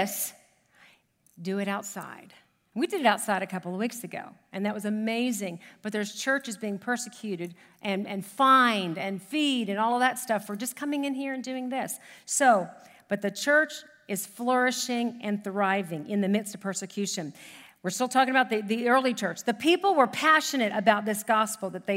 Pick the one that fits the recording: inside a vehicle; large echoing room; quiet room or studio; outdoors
large echoing room